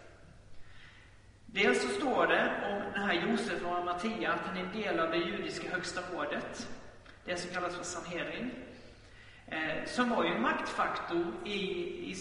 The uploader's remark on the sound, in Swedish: Inspelad i Baptistkyrkan Tabernaklet i Göteborg.